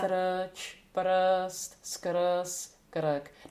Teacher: Aber das R wird im Tschechischen ja sehr vokalisch aufgelöst